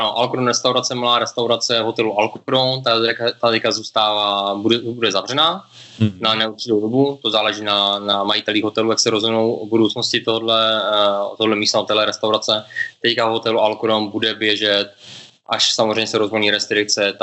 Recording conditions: video call